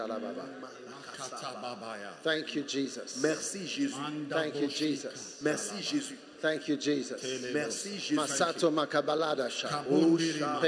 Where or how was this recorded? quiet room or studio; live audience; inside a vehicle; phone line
live audience